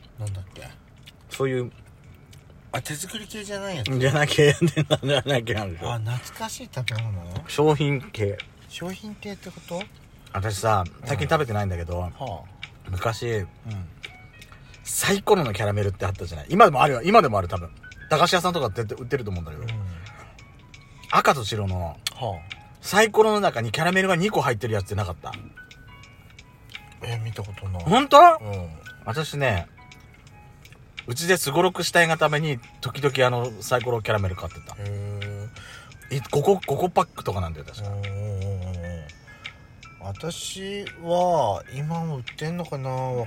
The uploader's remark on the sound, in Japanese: パーキング収録。2人組。